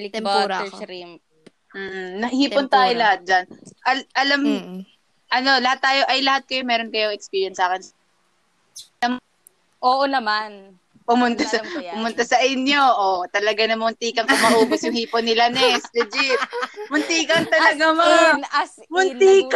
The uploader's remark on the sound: experience an INSANE amount of technical difficulties